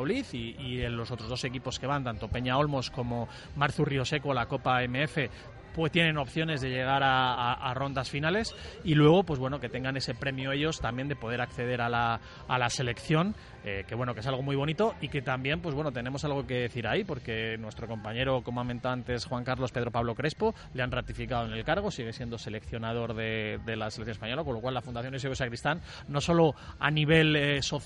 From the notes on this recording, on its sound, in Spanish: Directo MARCA Valladolid. En directo desde LA FUNDICIÓN.